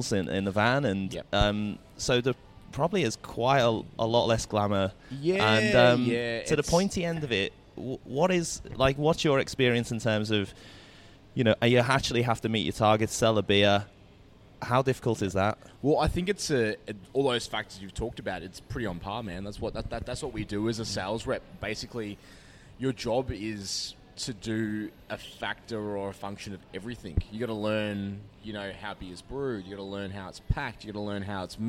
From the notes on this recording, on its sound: The episode was recorded at the brewpub in Cheltenham.